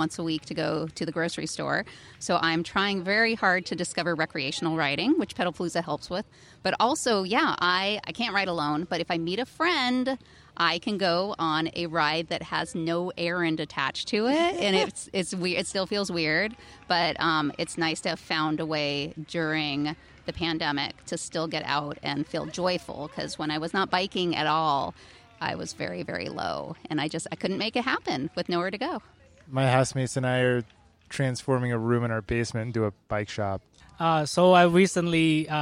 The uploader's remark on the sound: The Sprocket Podcast goes for a bike ride! We convinced some folks to ride with us on a blazingly hot Portland evening, and we recorded an episode along the way. At Irving Park, Colonel Summers Park, and Ladd’s Addition Park.